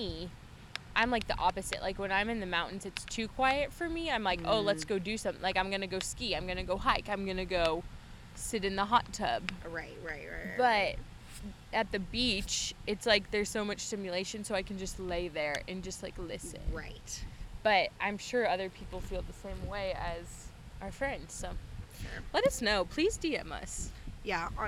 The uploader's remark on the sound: Listen up to our FIRST ever internationally recorded episode. We're excited to share this seaside recorded episode. Please enjoy the sounds of the ocean and the wind.